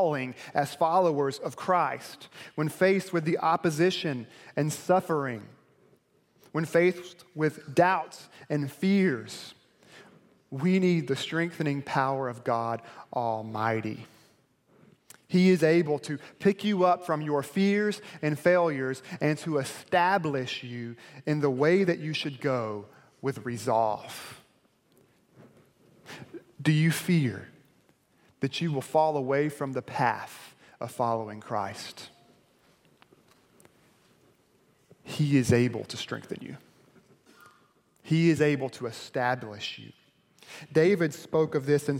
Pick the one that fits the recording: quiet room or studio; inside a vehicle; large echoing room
large echoing room